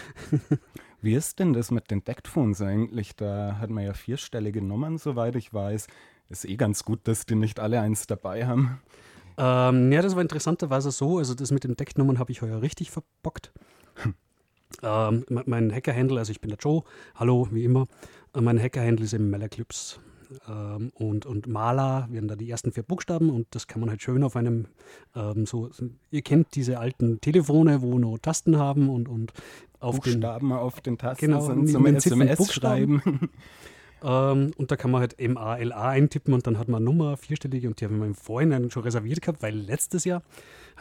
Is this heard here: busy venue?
no